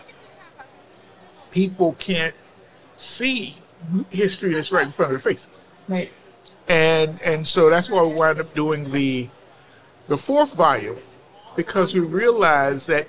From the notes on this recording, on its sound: In this bonus episode, we share day 2 from our live podcasting event at the 2023 AIA Conference on Architecture in San Francisco, California. On the expo floor of A’23.